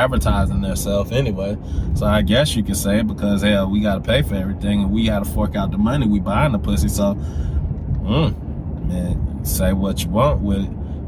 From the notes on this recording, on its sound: Driving while Thinking. While I was driving home.